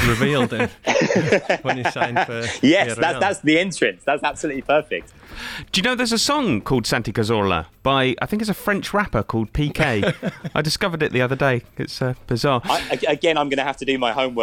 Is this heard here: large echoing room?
no